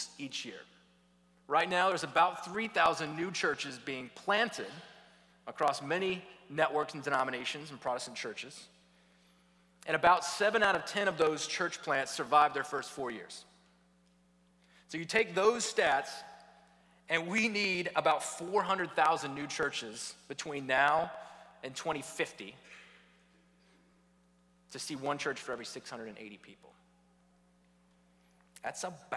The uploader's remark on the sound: was preached at Redeemer Church on November 13, 2022